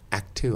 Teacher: in the case of kt or kch, the k in act is the only thing left · Term: reduction of clusters